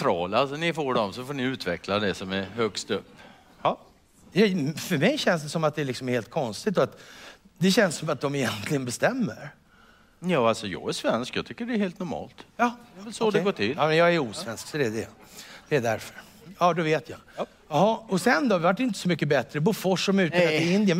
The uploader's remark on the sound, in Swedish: Detta är den inspelade finalen på Circus i Stockholm